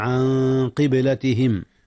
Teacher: هنا إخفاء يا أستاذنا، أخفي النون قبل القاف، والقاف من حروف الإخفاء. قبلتهم، قلقلة الباء في قبلة حيث جاءت ساكنة، عن قبلتهم التي كانوا عليها.